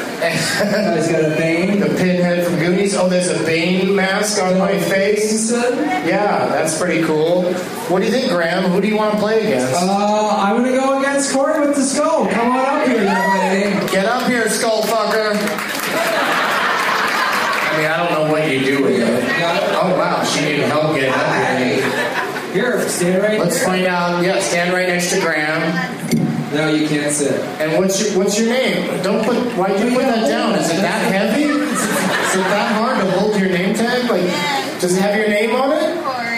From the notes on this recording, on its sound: from two shows at Stand-Up Live in Phoenix, AZ